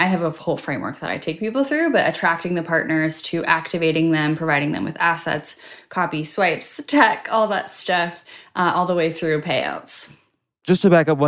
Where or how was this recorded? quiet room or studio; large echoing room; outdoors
quiet room or studio